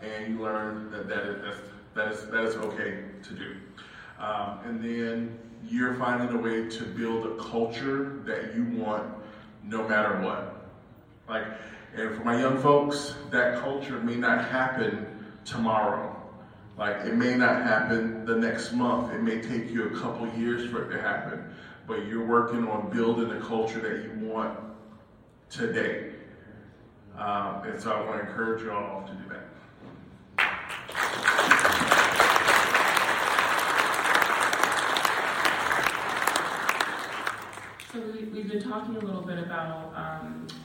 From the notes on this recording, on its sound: a recording of our panel discussion from the 77th Annual Midwest Band & Orchestra Clinic